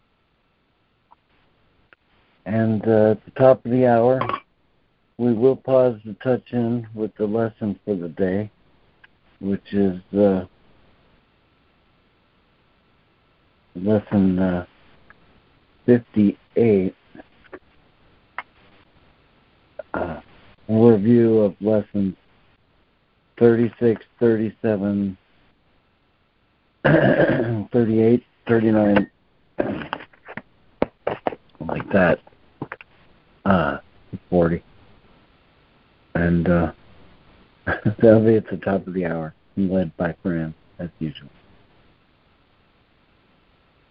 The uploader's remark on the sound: ACIM Daily Conference Call